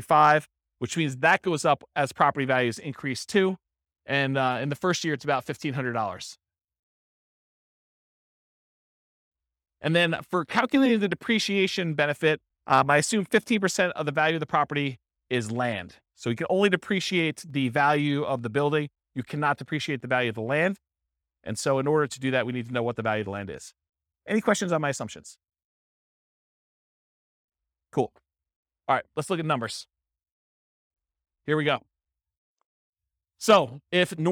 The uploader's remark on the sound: This was a live class recorded